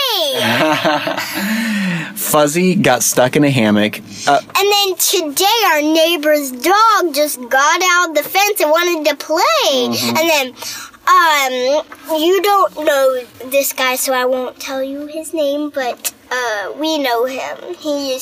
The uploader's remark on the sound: We pulled off the road